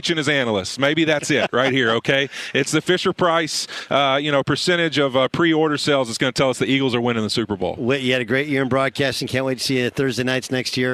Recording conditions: busy venue